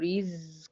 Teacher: رزق اكسري حلو الري، تمي كسر الري، والزين ساكنة من حروف الرخاوة يبقى طول زمانها شوية